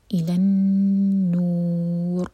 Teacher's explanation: من الظلمات الى النور، لام کو نون سے جوڑیں گے تو نون پر ہے شدہ، غنہ کیا جائے گا، تو نون کو ہم دو سیکنڈس تک ہولڈ کریں گے. الى النور، اور را پر ہم رک رہے ہیں تو را کو ہم ساکن کریں گے، تو را ہیوی ہوگا کیونکہ اس سے پہلے ہے دوما، اور نو ہم چار حرکت لمبا کھینچیں گے کیونکہ یہاں پر ہم رک رہے ہیں، تو را کو ساکن کیا تو یہ بنا مد عارض للسکون.